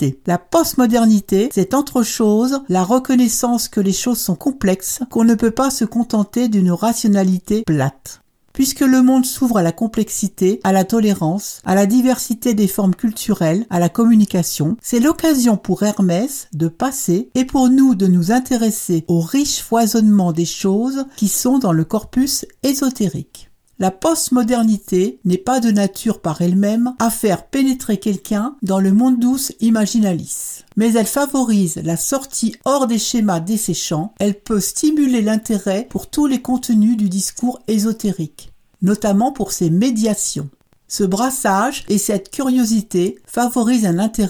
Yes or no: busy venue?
no